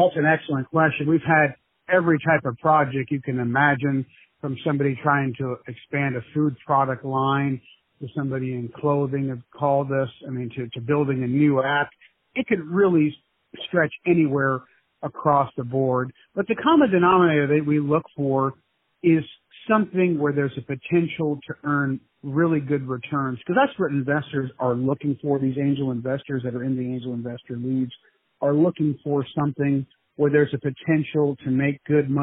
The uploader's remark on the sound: On the phone